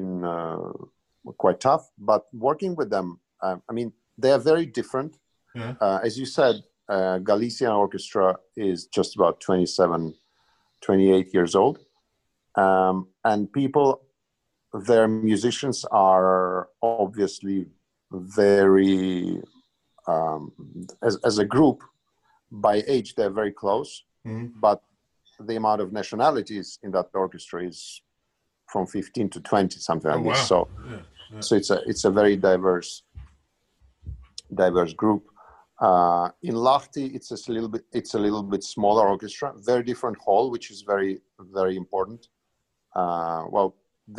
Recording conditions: video call